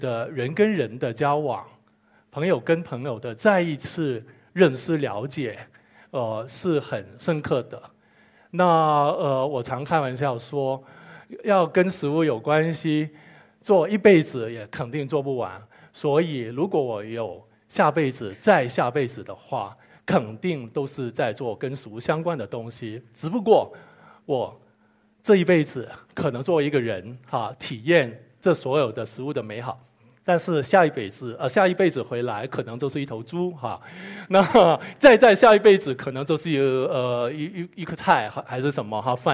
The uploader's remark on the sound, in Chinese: 一席现场